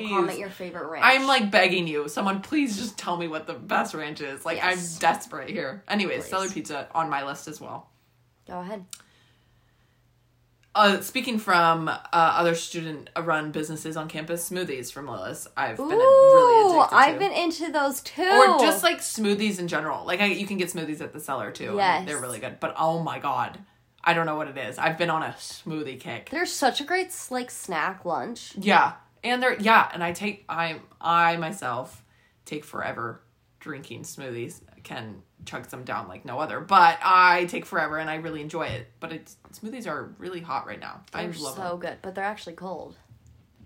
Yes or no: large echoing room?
no